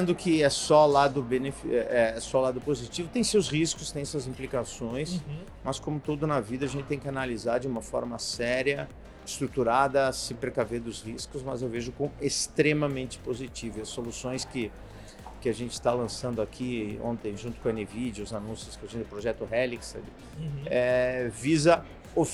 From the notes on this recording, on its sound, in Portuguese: Gravada durante o Dell Technologies World. Gravada durante o Dell Technologies World.